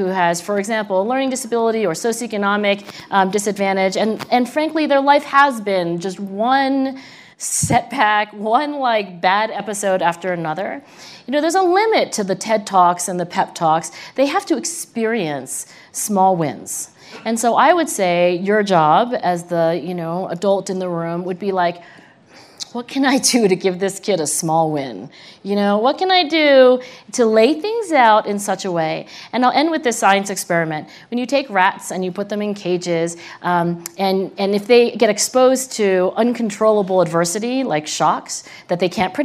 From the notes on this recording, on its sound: This conversation is from the 2018 Aspen Ideas Festival